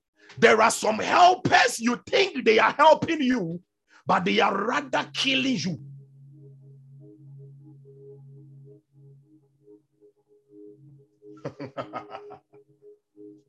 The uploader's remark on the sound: Refill (Zoom meeting).